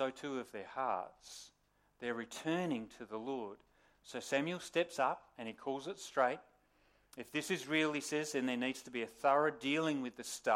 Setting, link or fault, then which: setting, large echoing room